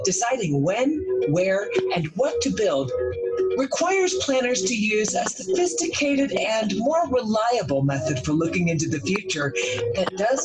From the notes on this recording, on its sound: Zoom meeting